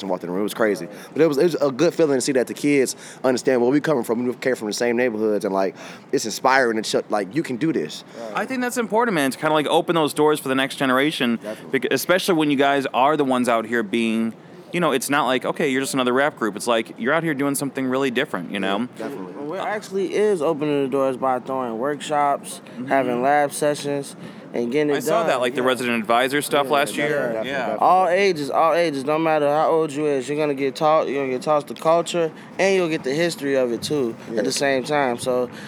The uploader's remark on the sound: Recorded at SXSW 2016.